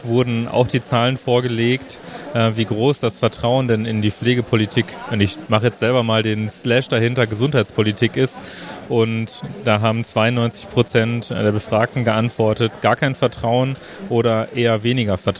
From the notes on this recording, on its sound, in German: Live vom Deutschen Pflegetag. Darüber hört Ihr Stimmen von Besuchenden und Referent*innen.